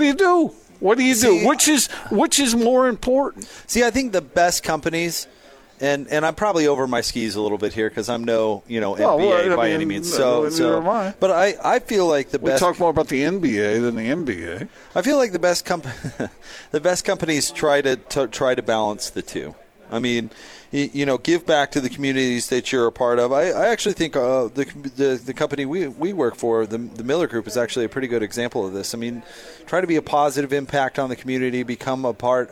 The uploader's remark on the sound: LIVE at Metro by T-Mobile